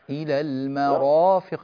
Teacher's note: الراء في المرافق مفخمة